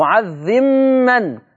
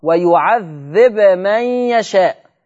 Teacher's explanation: يبقى ورش سكن الباء لكنه أظهر · Shown in: second take · ويعذب، لا ما يقولش ويعذب ورش، يقول ويعذب، سكن الباء مع الإظهار، ويعذب من يشاء.